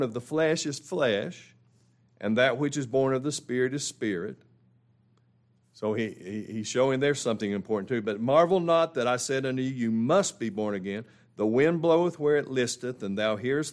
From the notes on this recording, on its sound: This is the ENTIRE LIVE STREAM broadcast of the final two services of our 2023 Spring Bible conference.